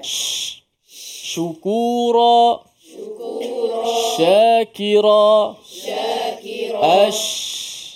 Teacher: Huruf shin makhrajnya terletak di bahagian tengah lidah.